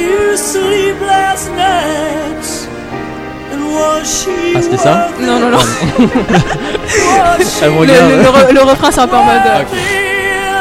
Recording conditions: busy venue